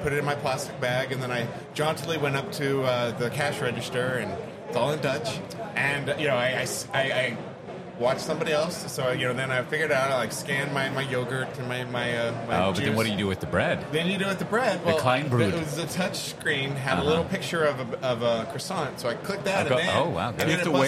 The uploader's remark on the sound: record live from KubeCon EU